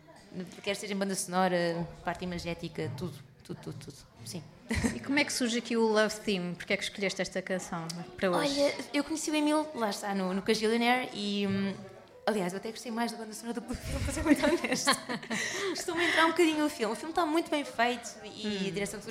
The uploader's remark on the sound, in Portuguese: para quem assistiu a tudo ao vivo